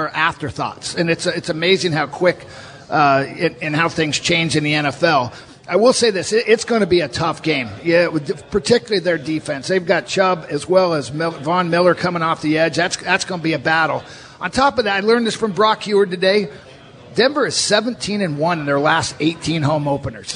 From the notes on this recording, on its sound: Live at Pearl Bar and Dining for Hawks Live!